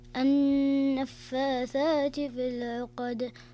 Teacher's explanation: النون المشددة يكون الحكم فيها غنة بمقدار حركتين